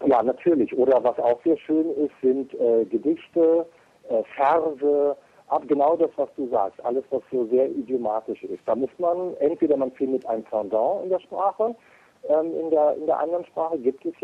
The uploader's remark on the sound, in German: Wir bedanken uns nochmals für das wirklich wunderbare Telefongespräch.